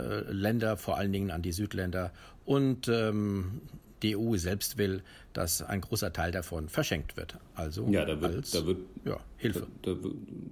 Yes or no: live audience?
no